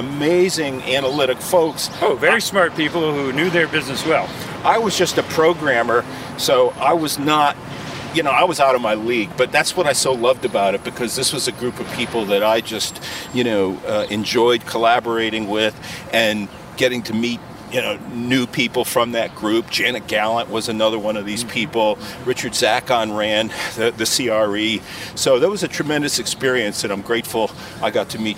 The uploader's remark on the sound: Takin A Walk in the Public Garden in Boston.